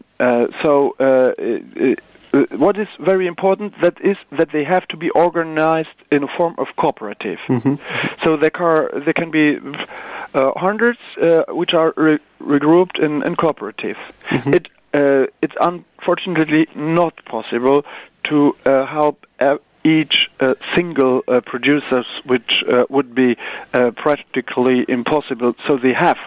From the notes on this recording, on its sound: phone interview